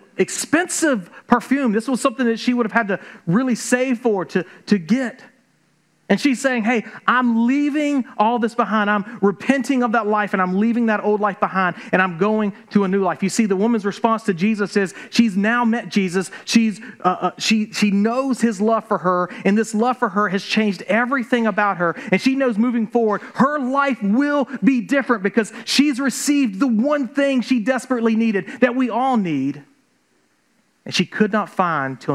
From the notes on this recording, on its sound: This episode was recorded during a live church service at Islands Christian Church in Savannah, Georgia.